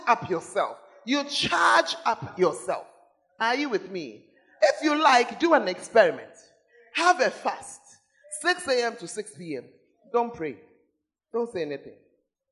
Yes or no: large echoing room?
yes